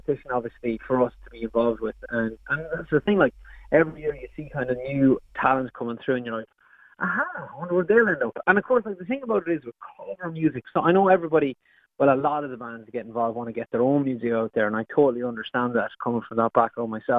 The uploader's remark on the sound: over the phone